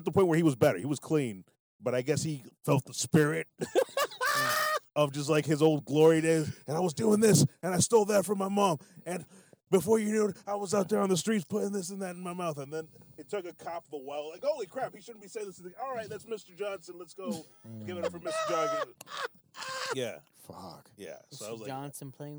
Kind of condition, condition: setting, inside a vehicle